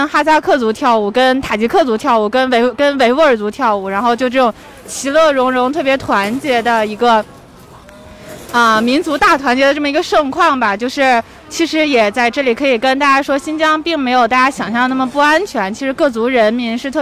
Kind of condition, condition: setting, outdoors